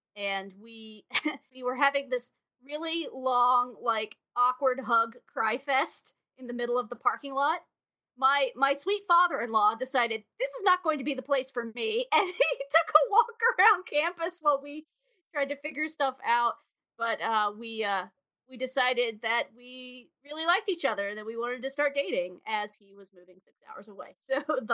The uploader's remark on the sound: caution: widely variable audio quality in this one